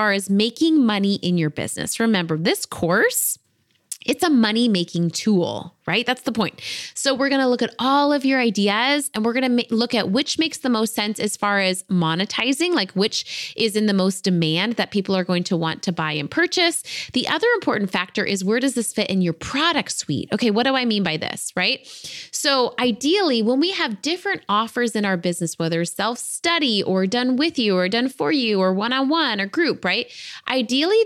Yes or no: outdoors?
no